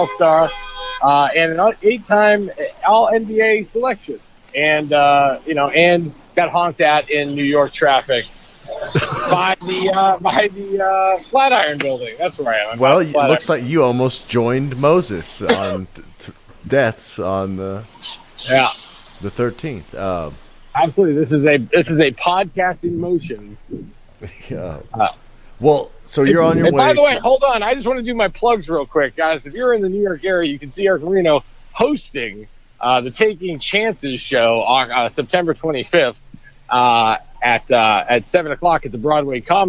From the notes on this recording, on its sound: walking the streets in NYC